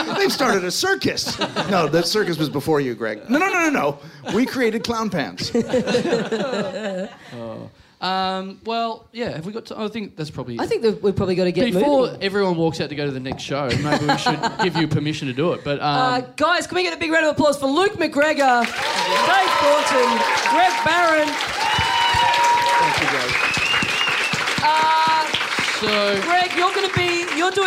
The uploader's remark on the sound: Recorded LIVE at Five Boroughs. As part of the Melbourne International Comedy Festival.